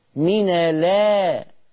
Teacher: ما قالش من الآ، ما فيش تحقيق همز · Term: نقل حركة الهمز